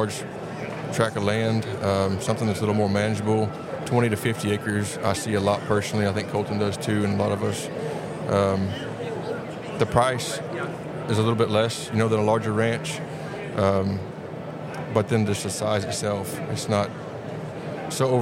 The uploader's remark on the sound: we're coming to you from the Houston Safari Club show floor!